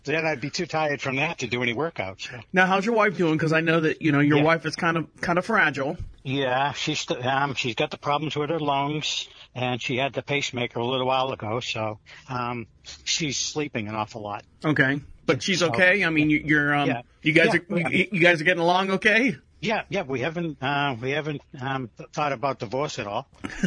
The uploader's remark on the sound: This is a phone call